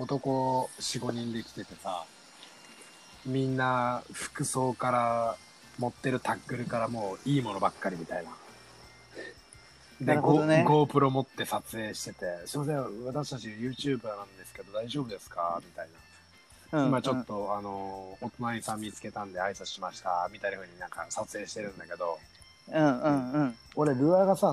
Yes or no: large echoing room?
no